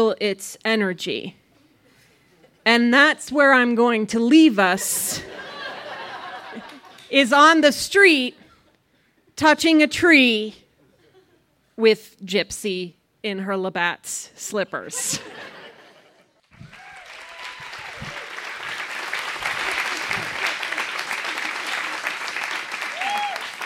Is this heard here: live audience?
yes